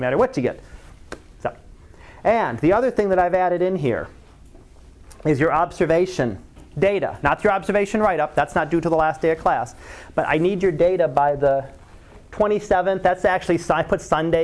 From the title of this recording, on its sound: Live Class Lecture